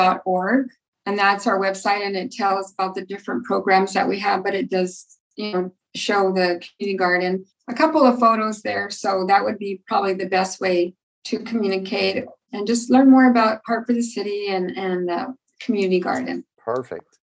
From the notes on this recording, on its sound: A relaxed conversation in a Zoom room with a special guest. They answer questions from the live listening audience.